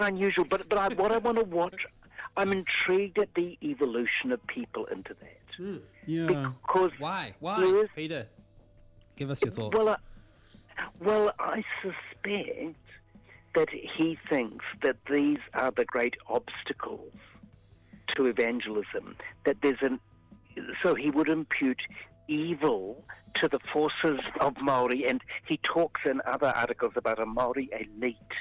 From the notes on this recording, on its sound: phones